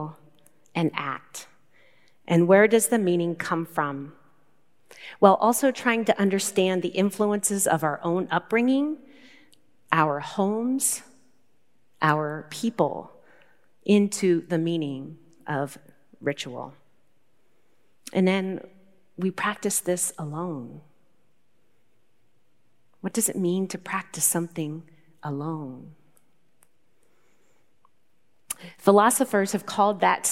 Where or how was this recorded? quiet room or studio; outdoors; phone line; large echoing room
large echoing room